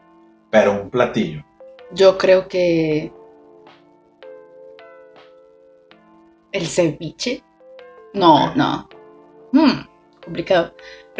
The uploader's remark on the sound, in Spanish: lamentamos el ruido de fondo